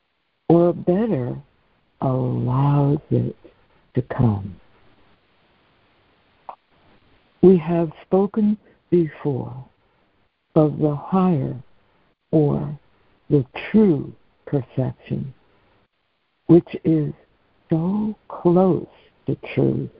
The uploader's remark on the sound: ACIM Daily Conference Call